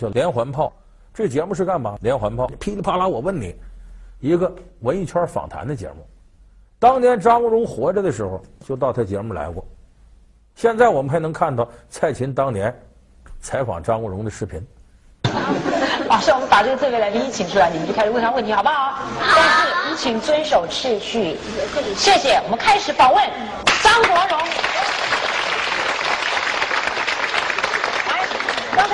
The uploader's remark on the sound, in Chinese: 還有聽故事的觀眾